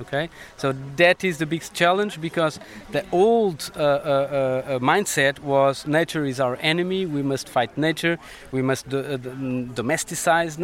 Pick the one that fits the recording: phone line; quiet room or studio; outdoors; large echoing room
outdoors